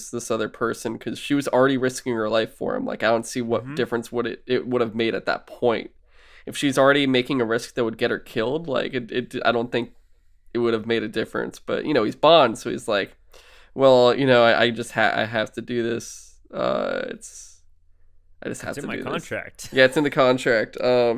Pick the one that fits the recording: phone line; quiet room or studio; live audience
quiet room or studio